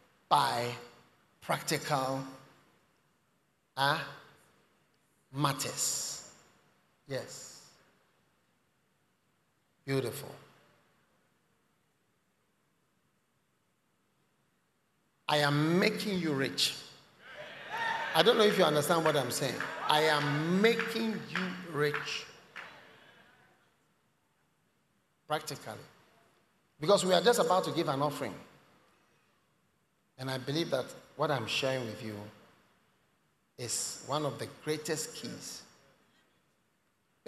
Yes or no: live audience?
yes